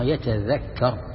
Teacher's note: قال بإدغام التاء في الأصل بالذال